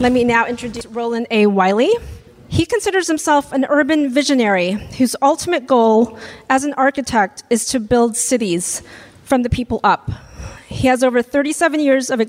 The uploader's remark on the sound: I was recently in Los Angeles for work, and while there, I had the opportunity to do a live show with AIGA Los Angeles.